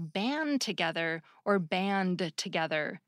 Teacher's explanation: if I say it fast, the D at the end of band can get lost. So to be clear, the correct phrase is band together with a D.